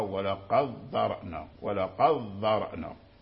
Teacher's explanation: فالسبهاني وأبو الزعراء أدغموا دال قد في ذال ذرأنا، فقرأ ولقد ذرأنا، ولقد ذرأنا، فأدخلوا الدال في الذال · Term: إدغام